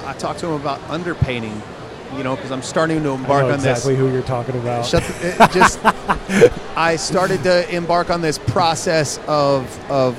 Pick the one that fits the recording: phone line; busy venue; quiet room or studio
busy venue